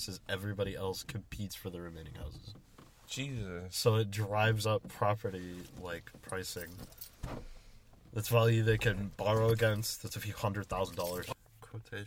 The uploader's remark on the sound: From the Car.